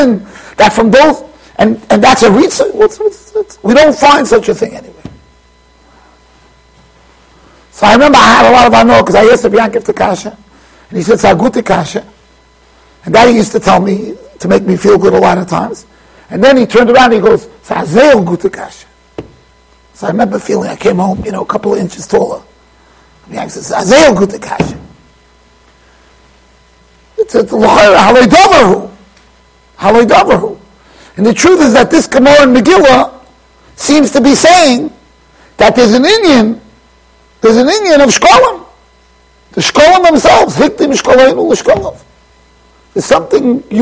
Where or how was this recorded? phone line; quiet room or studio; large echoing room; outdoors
large echoing room